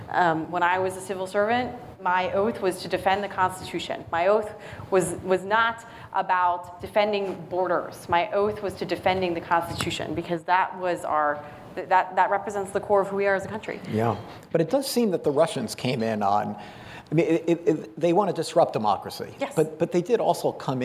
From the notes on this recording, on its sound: Recorded live at the National Press Club.